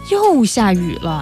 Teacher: And if I say it as 又下雨了, and I stress a lot of tones on the 又, which means I'm really frustrated